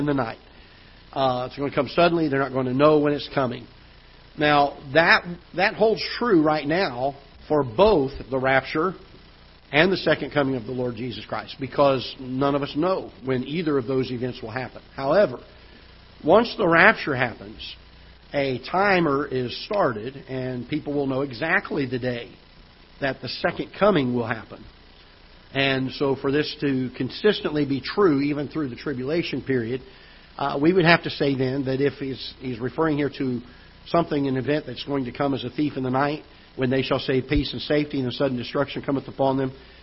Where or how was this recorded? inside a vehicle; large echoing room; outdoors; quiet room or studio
large echoing room